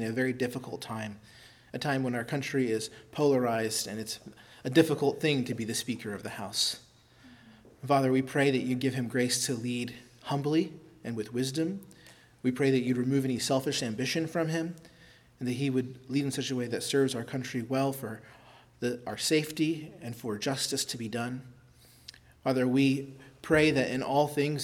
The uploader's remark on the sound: preached at Christ Our Savior Baptist Church